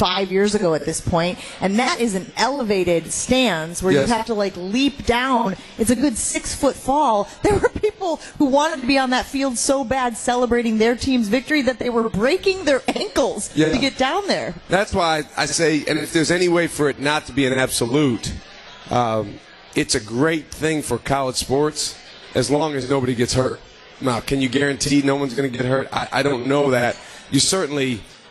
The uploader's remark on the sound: LIVE from MOTOR Bar & Restaurant